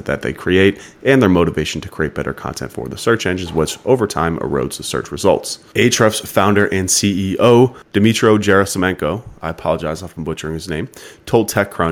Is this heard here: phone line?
no